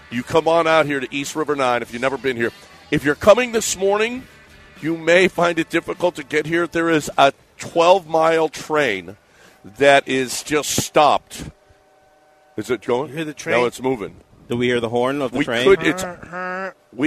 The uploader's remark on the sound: Live from East River 9